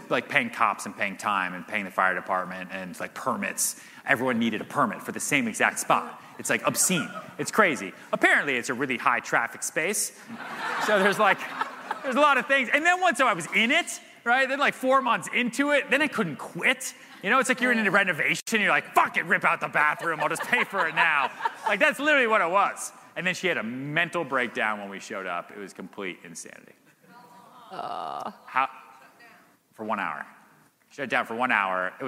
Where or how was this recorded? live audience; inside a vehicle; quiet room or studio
live audience